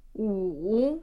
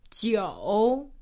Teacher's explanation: That's a third tone, so it's a dipping tone.